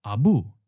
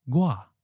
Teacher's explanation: Both words end in the second tone, the high falling tone.